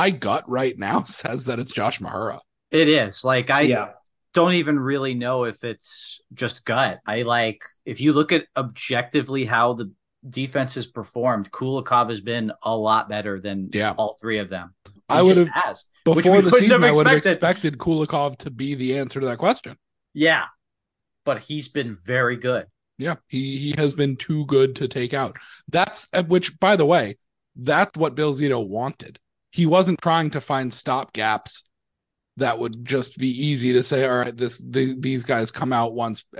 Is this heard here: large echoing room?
no